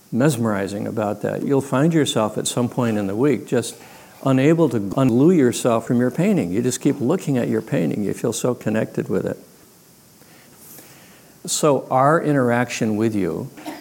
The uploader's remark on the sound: Leading a live discussion at a recent retreat.